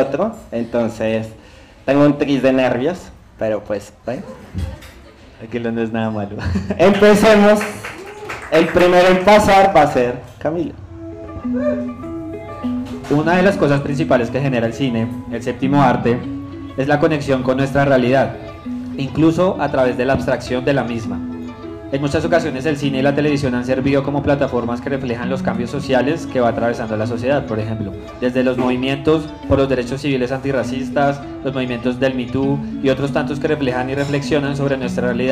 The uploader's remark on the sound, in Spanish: Nuestro último episodio fue grabado con público en nuestro #ZOOMEnVIVO